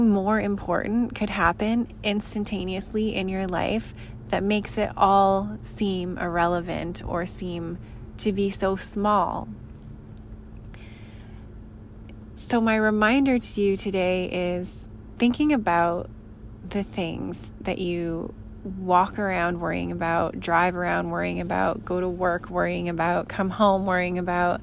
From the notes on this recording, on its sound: I recorded this after a long, busy day, as I was in my car in the parking lot of my sons gymnastics studio.